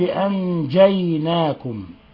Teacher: فالصحيح ينبغي أن تعطش الجيم